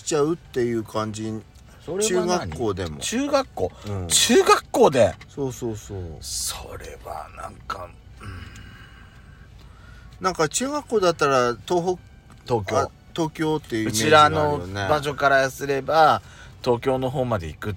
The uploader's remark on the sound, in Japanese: パーキング収録